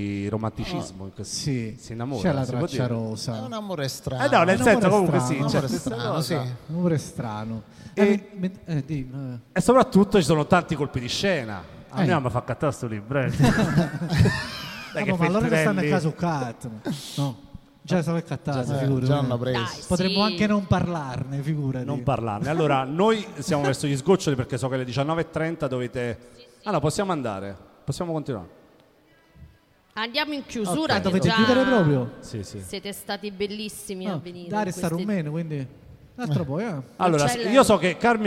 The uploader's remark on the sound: Live dal Foqus di Napoli